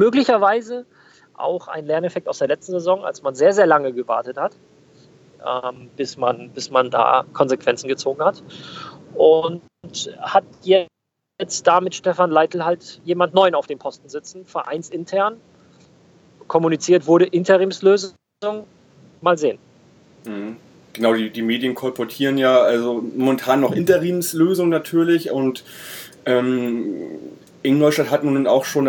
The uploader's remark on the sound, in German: Nebenbei hatten wir eine Premiere beim MillernTon. Fuhr während unseres Gespräches im Auto.